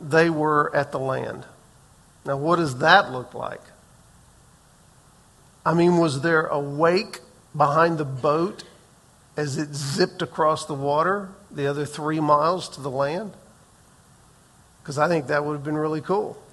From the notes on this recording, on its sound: Recorded on May 7, 2023 in the 8:15 am Worship Service